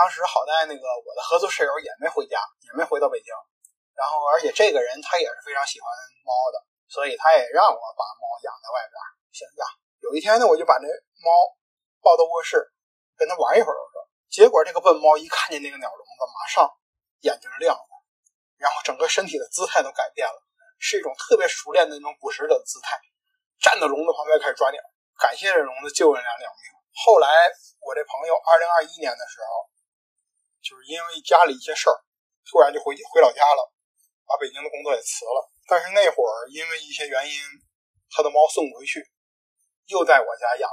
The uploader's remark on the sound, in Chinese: 第一次做，本期节目音质不佳。